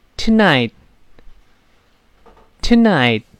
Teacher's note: 读快之后，最后那个 t，轻轻点住，憋住气 · 读得非常慢的时候能听到后面那个 t